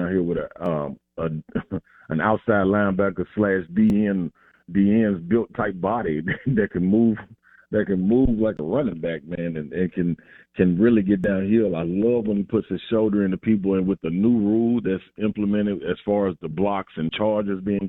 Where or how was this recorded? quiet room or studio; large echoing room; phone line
phone line